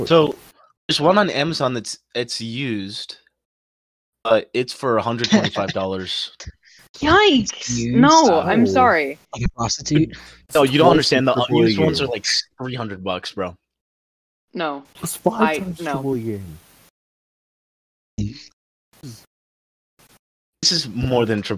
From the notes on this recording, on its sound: our audio may be choppy